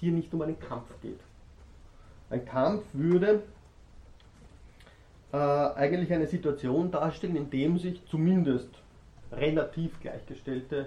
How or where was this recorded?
large echoing room